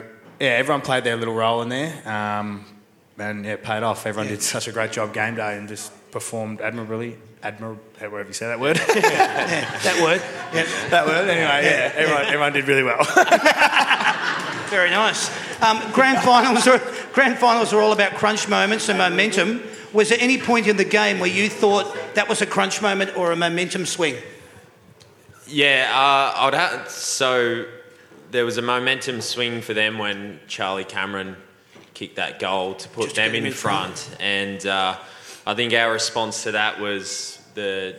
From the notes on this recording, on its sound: That's Good for Footy panel show LIVE from the Mulgrave Country Club in Wheelers Hill. That's Good for Footy is a LIVE & interactive footy panel show for all the family.